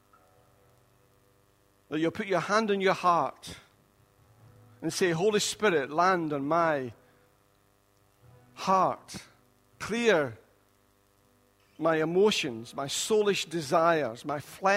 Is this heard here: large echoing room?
yes